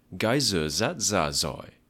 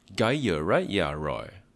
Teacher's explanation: in Northern Vietnamese, the letters D, G followed by an I, and R are pronounced with a Z sound · Shown in: first take · While in the South, they and V, but not R, are spoken with a Y sound.